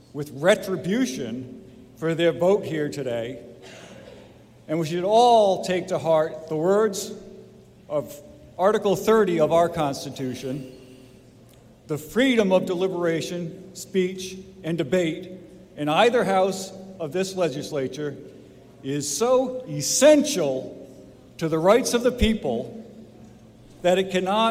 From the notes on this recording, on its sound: This is a live recording of the New Hampshire House of Representatives from March 10, 2022.